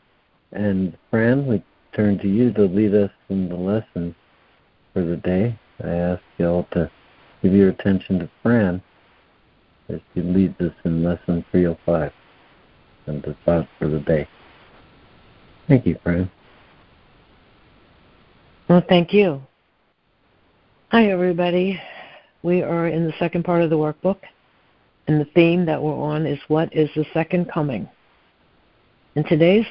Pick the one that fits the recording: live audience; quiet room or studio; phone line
phone line